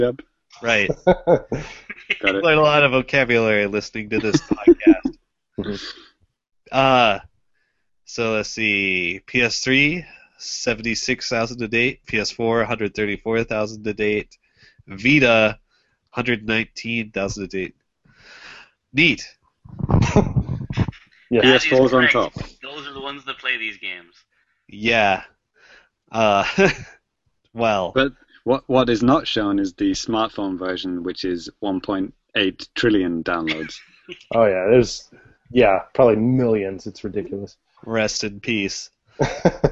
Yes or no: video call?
yes